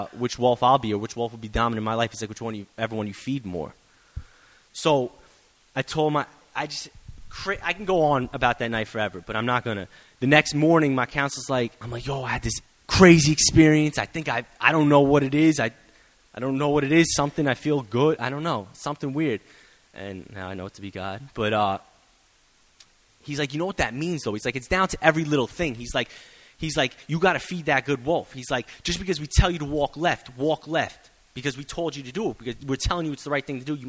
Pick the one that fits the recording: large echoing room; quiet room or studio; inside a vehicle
large echoing room